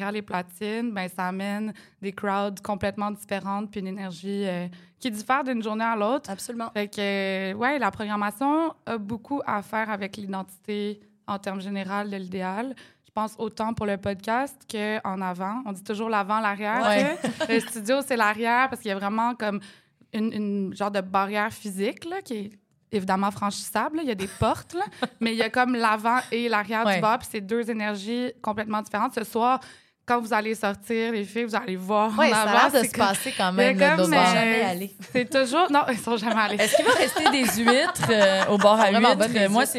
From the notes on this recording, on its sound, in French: Avec une soirée des plus festive. Un balado enregistré devant public! Un endroit unique à Montréal. À l'idéal - bar & contenus.